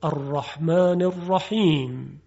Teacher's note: در این کلمات میبینیم که حرف عین و حا از وسط حلق تلفظ میشه